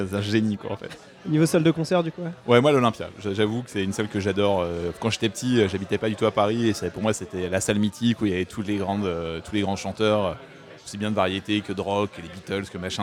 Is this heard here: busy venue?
yes